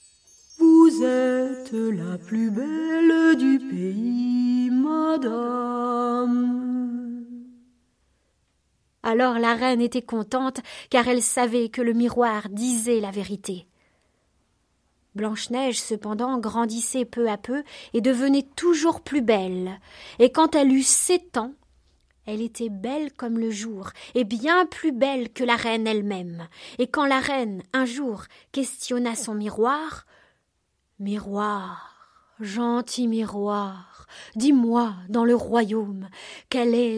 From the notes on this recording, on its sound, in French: Enregistrée au Théâtre Au Clain sans public